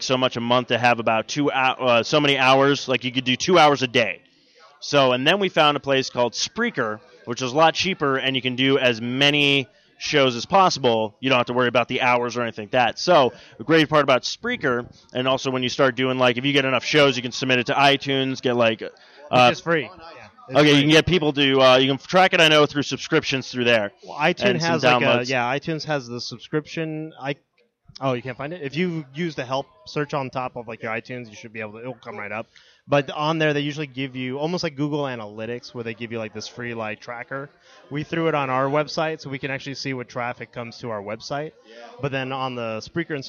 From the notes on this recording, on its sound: This episode is the LIVE remote show from the Midnight release party of Titanfall! The folks waiting for the new game outside the GameStop at Tempe.